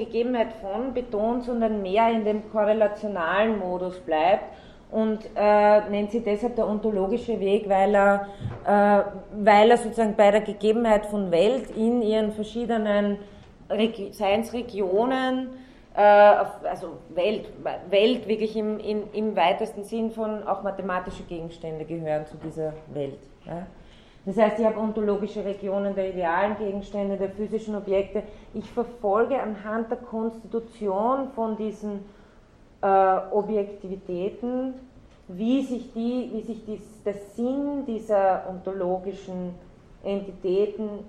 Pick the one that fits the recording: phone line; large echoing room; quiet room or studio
large echoing room